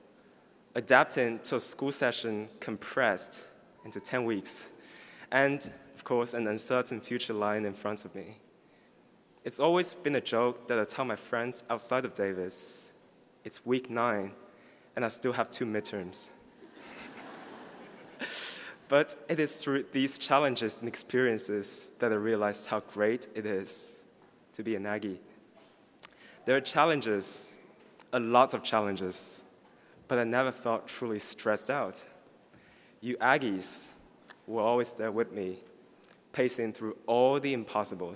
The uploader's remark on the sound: gives the student address at the UC Davis College of Agriculture and Environmental Sciences AM commencement on June 15, 2018